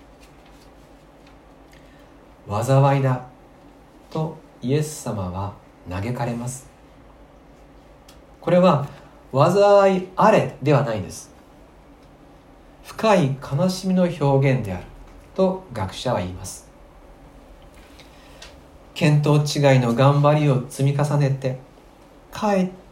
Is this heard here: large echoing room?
yes